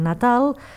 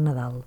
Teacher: Natalis segueix una evolució habitual en les paraules que ens arriben directament del llatí, i aquí el que fem és perdre la desinència, is, queda Natal, i després també amb una evolució bastant habitual, aquesta T, que és una consonant sorda, la sonoritzam i la convertim en D, i ja tenim el nostre Nadal.